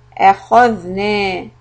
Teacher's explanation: the tip of the tongue goes up, it goes under the front teeth for letter dhal · kha is heavy, dhal, soft, no bouncing, no qalqala